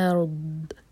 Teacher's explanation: او sound نہیں ہوگا، الف کو لائٹ رکھیں گے